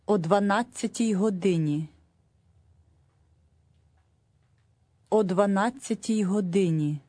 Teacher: The O sound is put right onto the front of the number